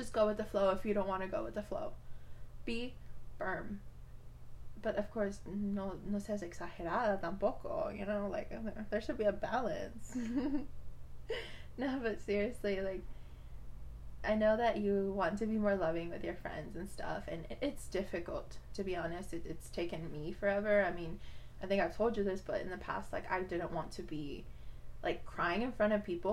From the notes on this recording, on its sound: Sorry I sound far